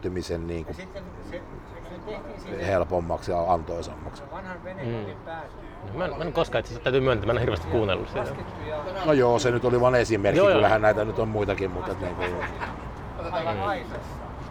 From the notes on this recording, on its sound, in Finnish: Jakso äänitettiin Pub Merikulmassa, Oulussa